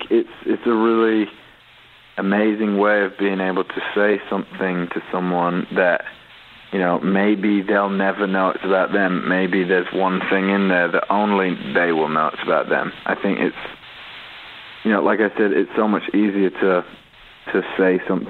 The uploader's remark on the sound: Called in to chat with us.